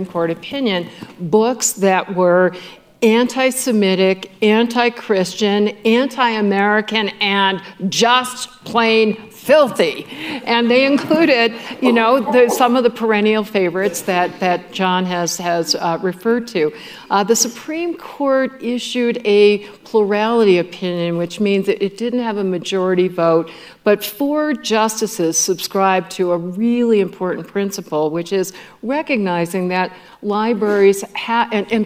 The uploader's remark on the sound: At the 2022 Ideas Festival for a conversation.